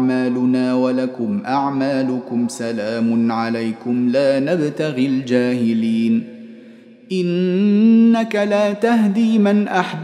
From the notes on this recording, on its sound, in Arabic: مسجل من صلاة التراويح بمسجد السلام بحي مشرفة بجدة.